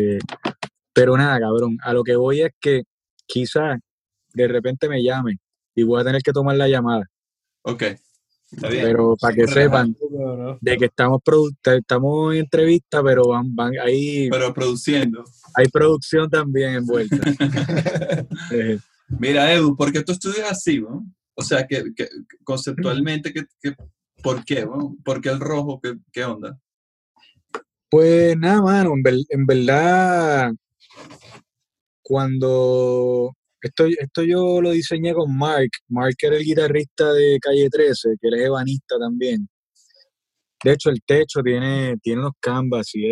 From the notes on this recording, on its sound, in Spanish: Nos conectamos vía zoom.